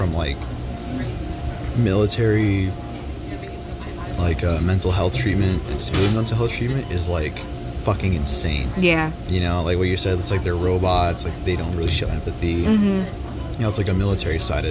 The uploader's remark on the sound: It's the first episode done in a public setting, and it doesn't sound that bad!